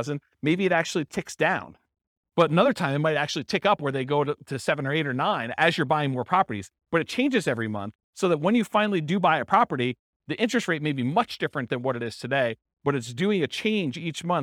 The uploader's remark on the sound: This was a live class recorded